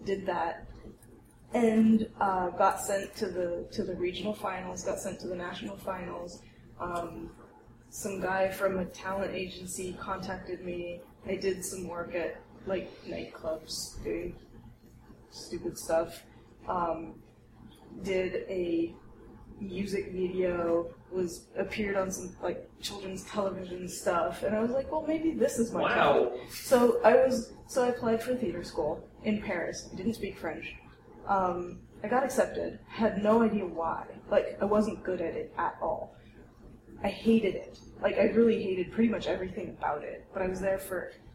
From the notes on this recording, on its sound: a collection of sound clips from the Rogues Retreat in Austin, Texas this past July